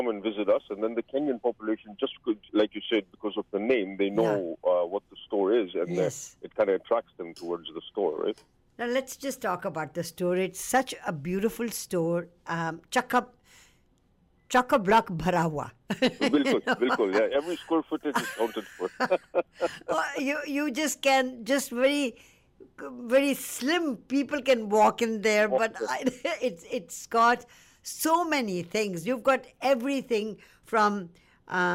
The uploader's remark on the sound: over the phone!